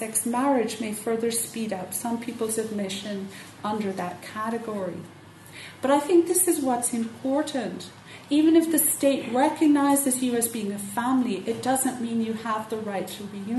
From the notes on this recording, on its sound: Keynote at Queering Ireland 2015.